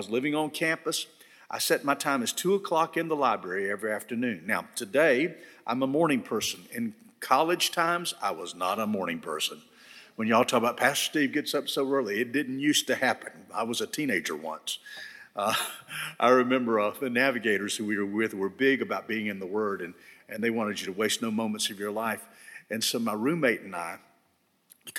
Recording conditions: large echoing room